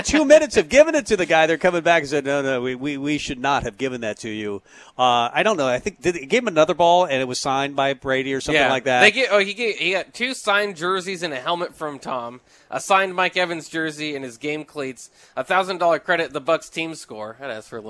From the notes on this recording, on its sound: Tailgate Tuesday live from Chick-Fil-A